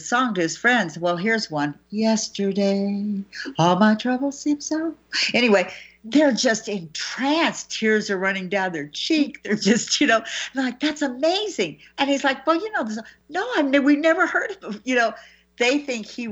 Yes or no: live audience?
no